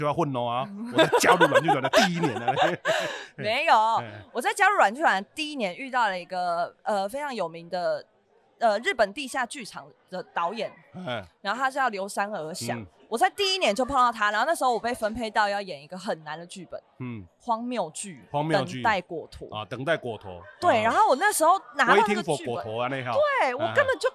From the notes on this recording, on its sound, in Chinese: 不可能連吃尾牙也要錄Podcast。在尾牙現場把麥克風架起來！